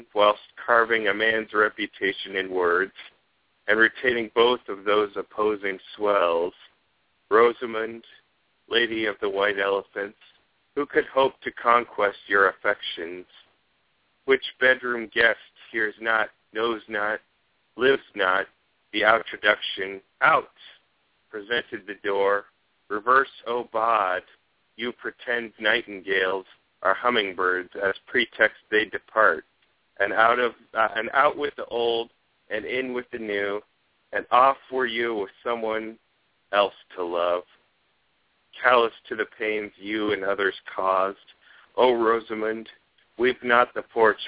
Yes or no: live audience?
no